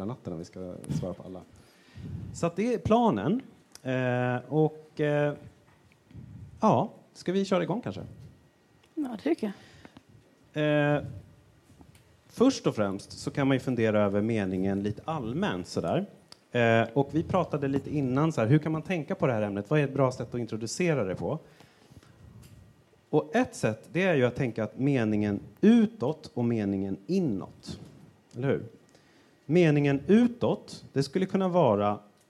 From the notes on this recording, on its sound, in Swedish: Meningen med livet (live-special). Hade vi en live-show! Vi tackar alla som kom och medverkade i vår filosofiska diskussion.